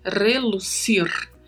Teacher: E temos aí como particularidades de pronúncia os dois R's vibratos no começo e no final da palavra e a letra C, que podemos falar com som de S